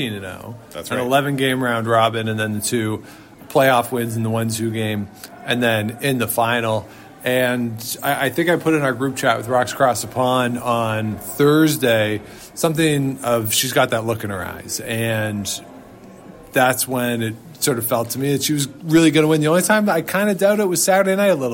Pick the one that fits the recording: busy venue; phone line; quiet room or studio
busy venue